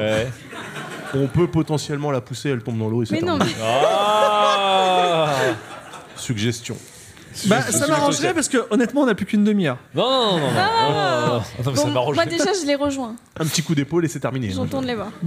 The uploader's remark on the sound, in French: Une aventure Game of Rôles dans le monde de l'édition enregistré en public à la BPI à Paris. Diffusé en direct sur Twitch et retransmis ici en podcast.